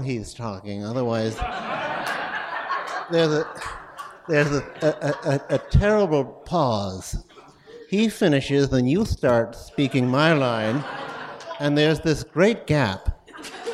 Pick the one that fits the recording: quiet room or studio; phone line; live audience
live audience